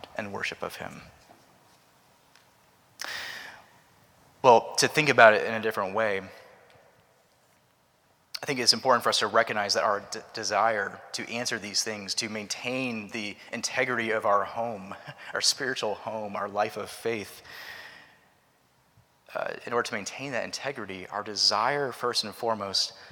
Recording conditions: large echoing room